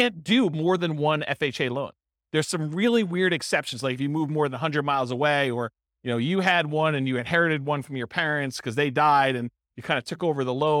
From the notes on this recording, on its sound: This was a live class recorded